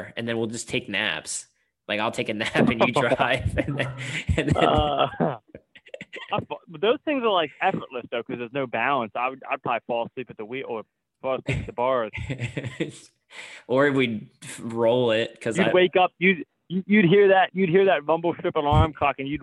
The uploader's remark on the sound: We had some technical difficulties with our guest, so we called up